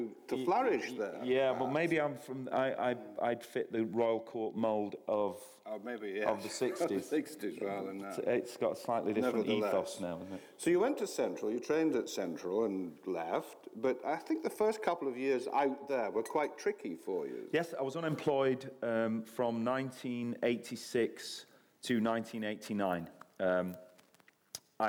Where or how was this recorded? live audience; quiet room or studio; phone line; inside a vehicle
live audience